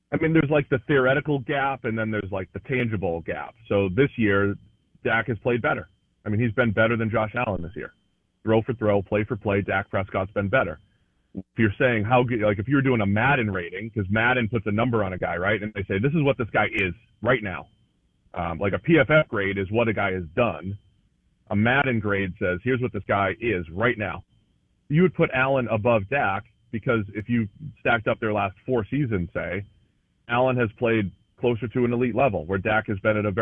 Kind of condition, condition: link, phone line